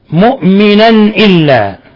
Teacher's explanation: تنوين فتح جاء بعده الهمزة إظهار حلقي